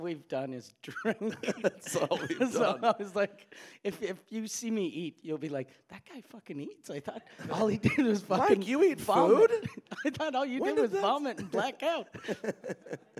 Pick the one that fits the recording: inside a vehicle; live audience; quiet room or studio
live audience